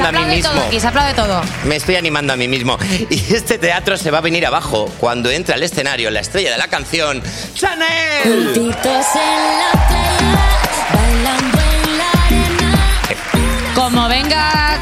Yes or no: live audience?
yes